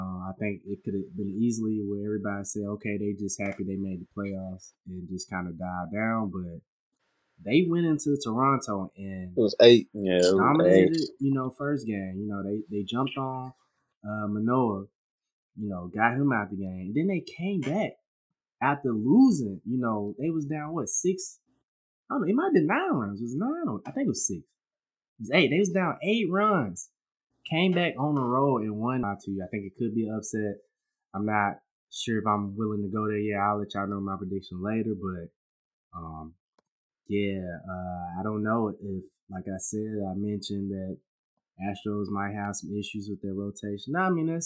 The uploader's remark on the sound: apologies for the audio issues throughout episode!